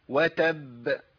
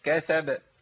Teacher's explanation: في الباء الاولى وقفت شويه ريحت شويه، في الباء الثانيه ما وقفتش ما ريحتش، خلاص نص المخرج على طول. · Term: القلقله